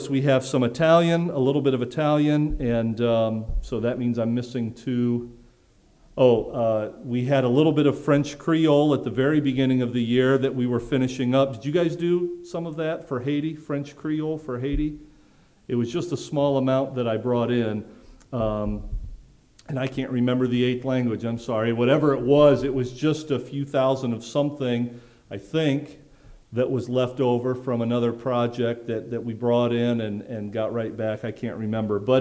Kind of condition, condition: setting, large echoing room